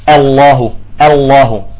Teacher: يجب أن نرقق الهمزة ونفخم اللام